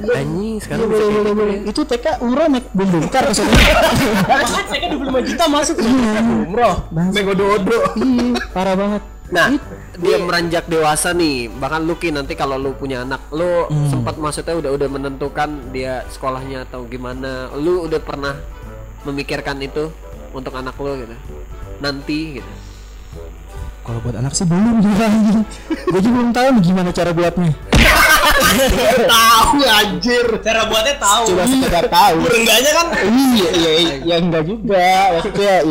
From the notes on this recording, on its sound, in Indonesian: Mohon maaf kualiatas suara low quality karna terjadi masalah teknis